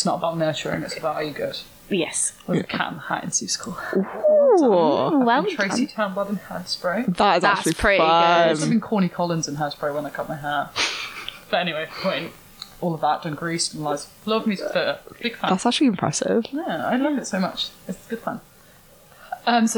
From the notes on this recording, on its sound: Apologies for the audio not being as good as usual, there were some technical difficulties.